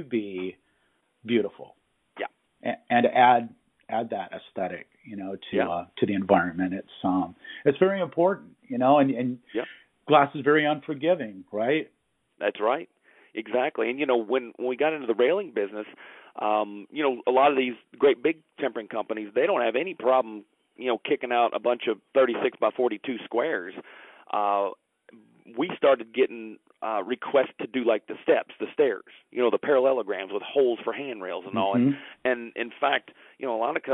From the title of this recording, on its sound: Phone Interview